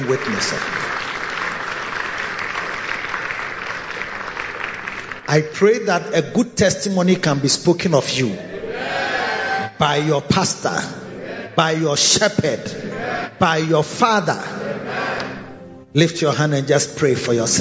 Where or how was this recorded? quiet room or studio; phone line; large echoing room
large echoing room